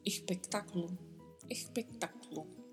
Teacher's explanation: C antes da letra T, que na pronúncia quase desaparece, assim como quase desaparece a pronúncia da letra S.